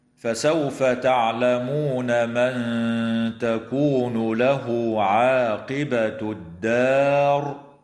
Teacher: إخفاء حقيقي للنون الساكنة عند التاء مع الغنة مرققة في قوله تعالى: من تكون، وتوصل الهاء في قوله تعالى: له عاقبة، بواو تمد حال الوصل بمقدار حركتين من قبيل مد الصلة الصغرى.